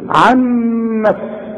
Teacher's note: ونون بعدها نون بيحصل ادغام في الاثنين، لان النون الاولى بدون تشكيل والثانيه متحركه.